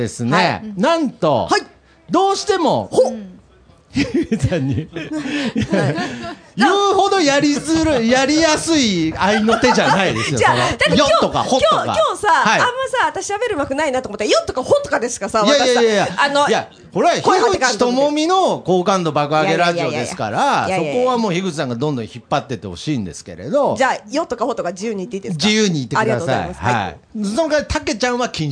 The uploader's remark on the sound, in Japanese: 公開収録